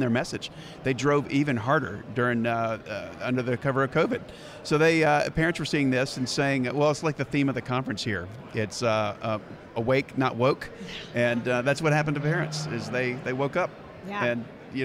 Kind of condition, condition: setting, busy venue